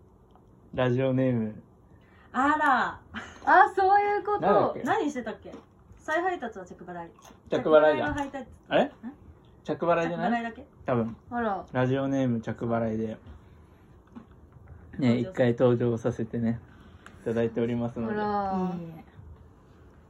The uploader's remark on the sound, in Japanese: めっちゃご飯食べながらのひとコマでの収録。